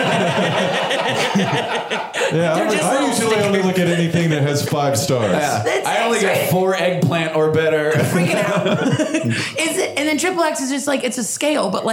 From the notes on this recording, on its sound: Live from Pacific Crest Comedy Fest! A few other topics thrown out from our live audience.